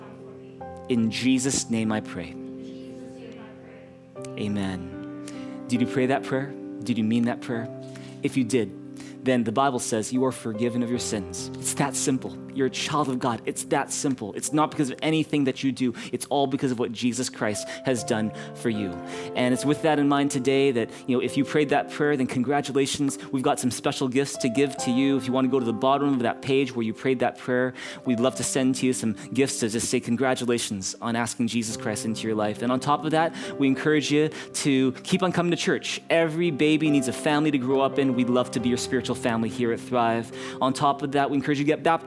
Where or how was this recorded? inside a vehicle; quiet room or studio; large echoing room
large echoing room